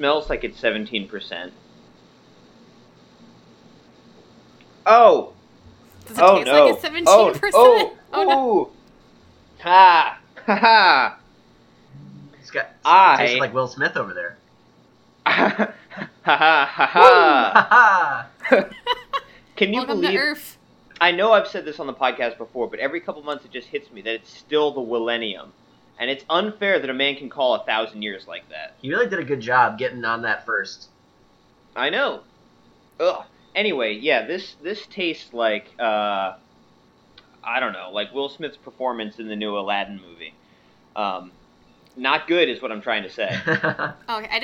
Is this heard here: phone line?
no